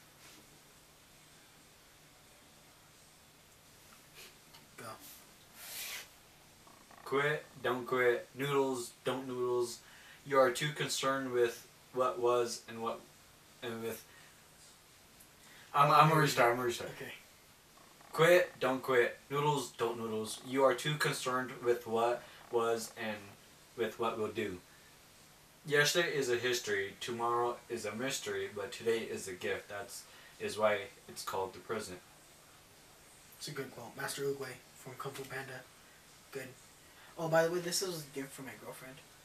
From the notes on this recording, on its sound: Audio is a little wonky due to the mics taking a poop.